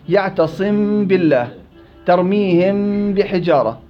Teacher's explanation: إطباق الشفتين من غير كز بدون تشديد، حكمها الإخفاء الشفوي